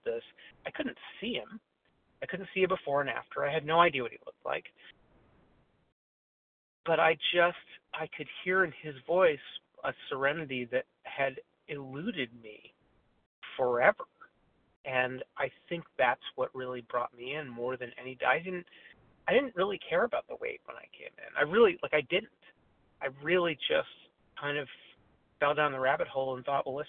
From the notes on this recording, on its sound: 100 Pounders Phone Meeting, 1/28/23